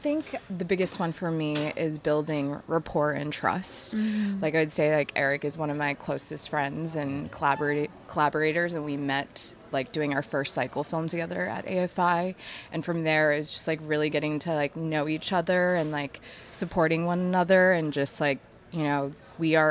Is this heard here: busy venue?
yes